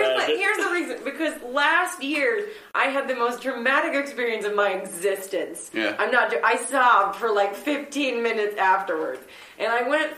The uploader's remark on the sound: Please forgive the audio issues. We were rubes back then... (Not like now--because these days we always get our audio equipment to work perfectly.)